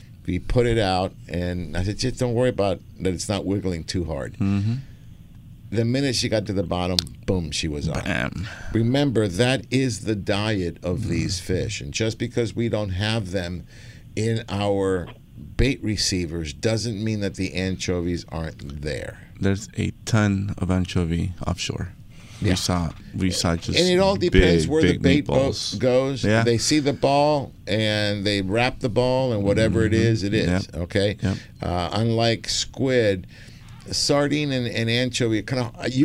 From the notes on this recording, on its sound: "LIVE" from Angel Stadium in Anaheim, CA